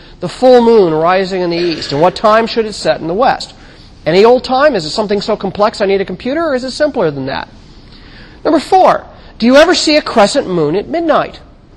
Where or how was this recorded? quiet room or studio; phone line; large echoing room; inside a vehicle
large echoing room